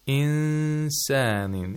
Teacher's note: The nun was not pronounced from its own place of articulation. Instead, the place of articulation of the letter after the nun was approximated. Mm-hmm. And a nasal sound was made for two vowel counts. · Term: ikhfa of nun sakina